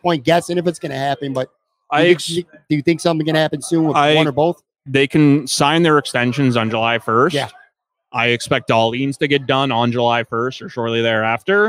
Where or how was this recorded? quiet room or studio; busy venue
busy venue